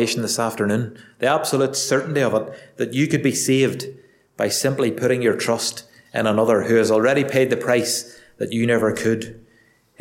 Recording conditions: large echoing room